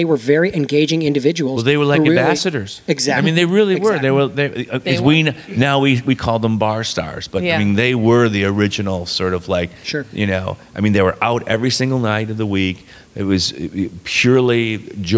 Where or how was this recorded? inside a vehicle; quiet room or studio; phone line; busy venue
busy venue